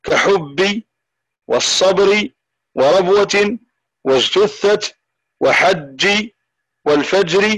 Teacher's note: فهنا كذلك يجب أن نحرص على الشدة والجهر التي فيها وكذلك في الجيم في الجيم فيجب أن نحرص على نطقها مع انحباس للصوت وانحباس للنفس